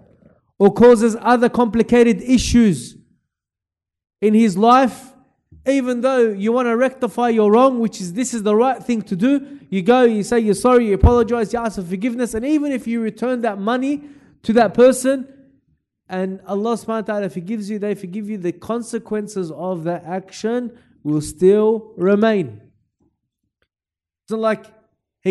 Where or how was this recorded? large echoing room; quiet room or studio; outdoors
large echoing room